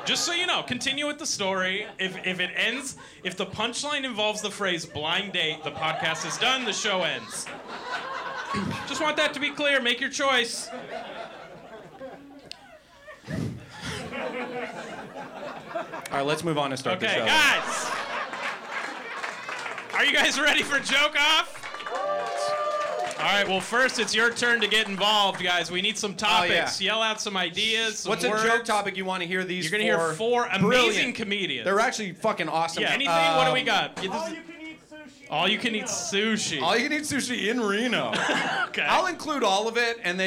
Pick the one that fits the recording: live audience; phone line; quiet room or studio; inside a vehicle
live audience